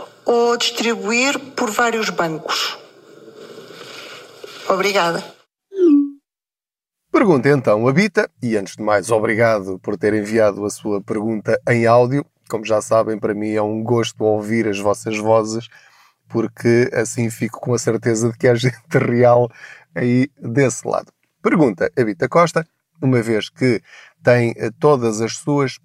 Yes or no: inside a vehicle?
yes